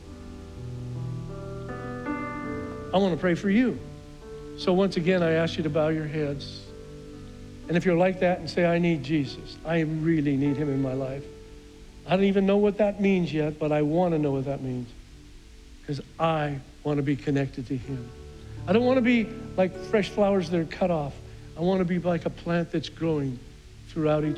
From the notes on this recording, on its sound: was preached on June 6th at the 11:30AM service